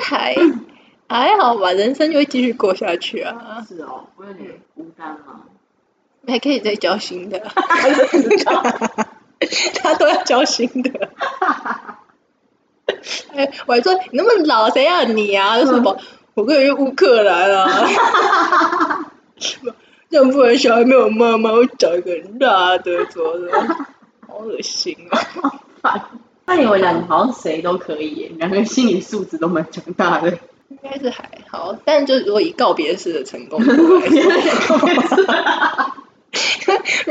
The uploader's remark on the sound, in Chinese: 啊不知道是因為太久沒見面錄音所以設定有問題，還是一些冥冥中的因素(?)，錄完要剪的時候才發現音質超爆差。